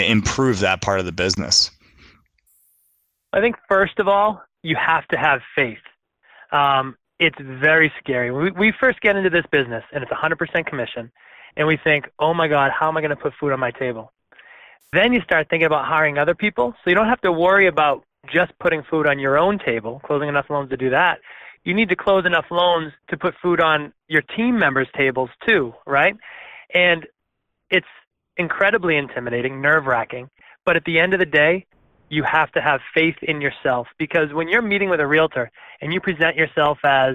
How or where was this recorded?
phone line